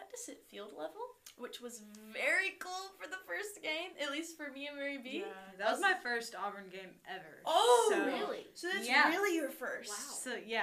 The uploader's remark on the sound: Sorry for our technical difficulties, we have some solutions to audio problems that we hope to be able to solve soon.